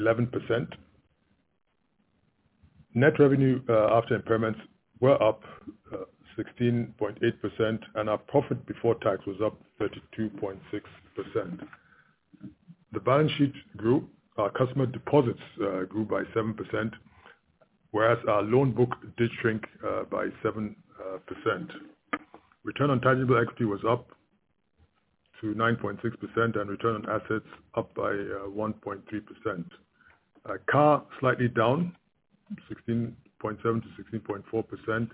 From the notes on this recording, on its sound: FY 2018 Investor and Analyst Conference Call by Union Bank.